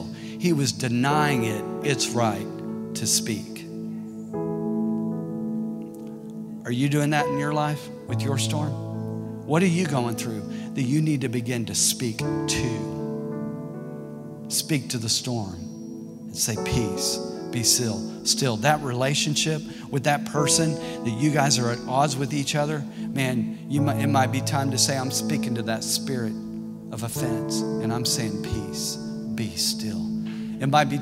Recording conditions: large echoing room